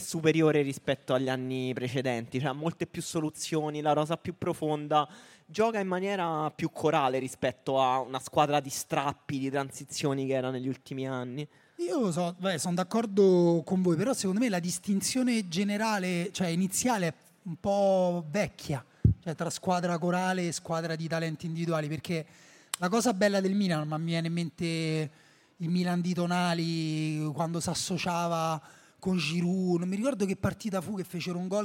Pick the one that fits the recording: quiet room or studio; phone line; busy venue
busy venue